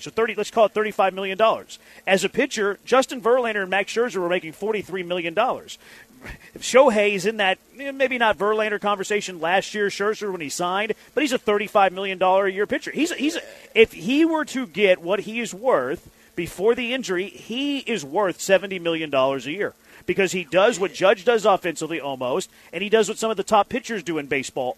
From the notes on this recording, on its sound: LIVE from Circa Resort & Casino in Las Vegas!